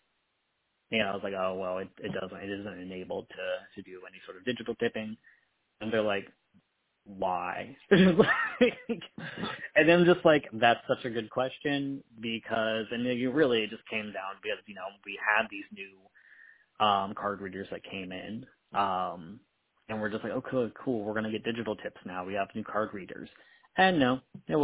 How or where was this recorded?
phone line